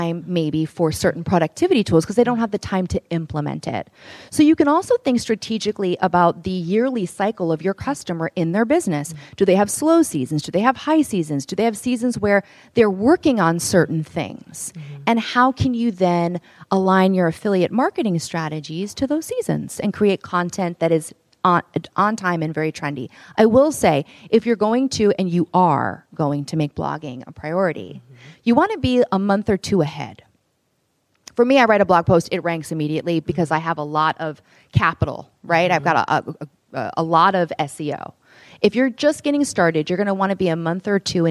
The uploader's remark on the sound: During our recent Partner Summit, we hosted some of HoneyBook’s top pros and educators in San Francisco. At the summit, we recorded our first live podcast interview.